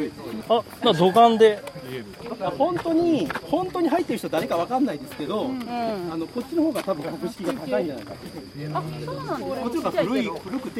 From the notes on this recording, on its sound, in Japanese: 奈良市佐紀古墳群をめぐるツアー中に録音した内容の一部をPodcastにしました。外での録音ですので雑音は多めです。